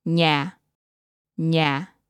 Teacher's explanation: Nhà is said in the gradually falling tone